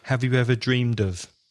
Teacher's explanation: So, for example, have you ever dreamed of being rich and famous? You wouldn't stress the of. It's more usual to say, have you ever dreamed of? · Term: schwa